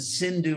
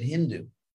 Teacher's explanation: the Persians pronounced the su as an H. That's why you get from the Sindhu River, you get Hindu.